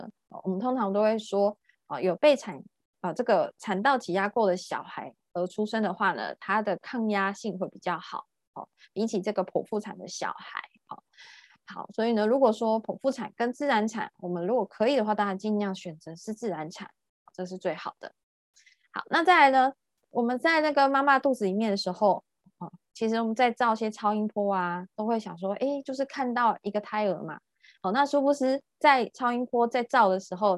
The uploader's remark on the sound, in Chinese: 聊聊好心芹ZOOM線上公益講座。